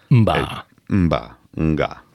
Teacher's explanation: egy zárhang előtt van egy kis orhang